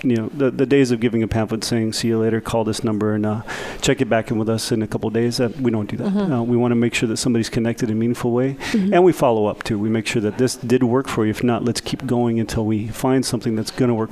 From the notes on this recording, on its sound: Broadcast Live from The 15th Annual Cesar Chavez Conference.